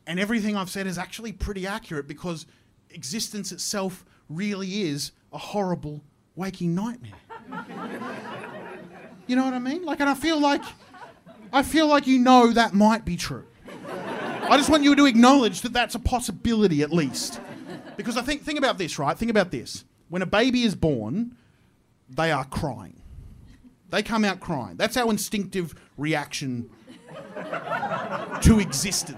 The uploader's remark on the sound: My live show. Recorded at Comedy Republic.